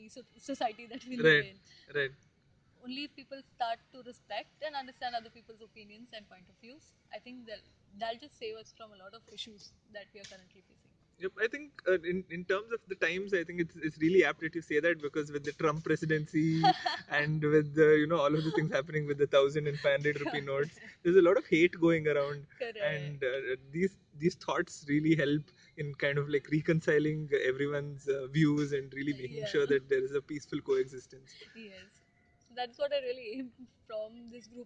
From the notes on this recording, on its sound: Since this is one of our earlier episodes, please watch out for lower sound quality.